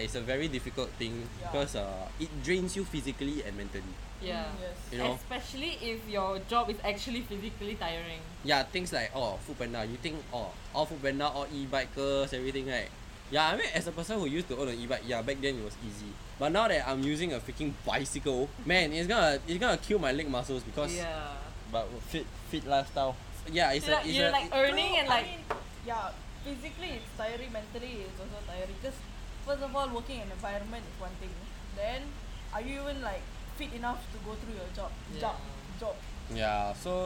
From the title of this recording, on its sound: First podcast and we are outdoors ?!